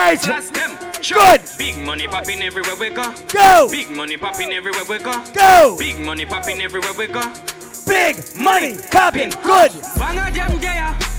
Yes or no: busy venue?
yes